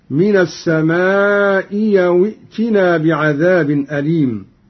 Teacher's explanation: قرأ قالون بإبدال الهمزة الثانية ياء هكذا: من السماء أو ائتنا بعذاب أليم.